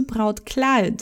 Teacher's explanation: EU sempre então com som de OI